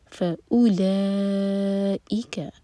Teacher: فا کے بعد حمزہ تو کٹ آف ساؤنڈ فَأُو اور او ایک حرف کا لمبا واو کے اوپر سرکل